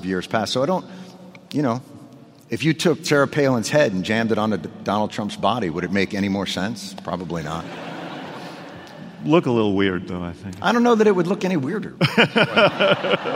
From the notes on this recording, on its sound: in Rockefeller Chapel at the University of Chicago